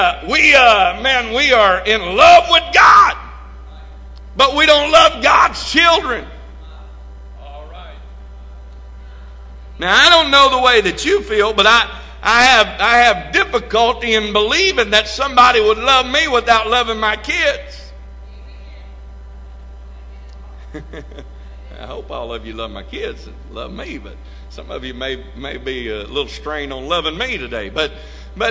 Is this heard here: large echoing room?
yes